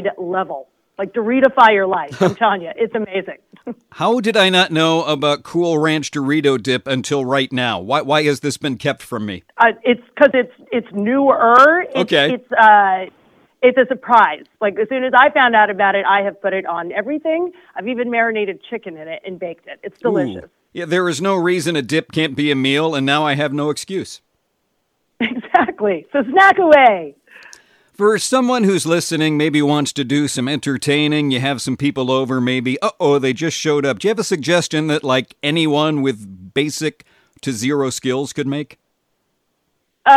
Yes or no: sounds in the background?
no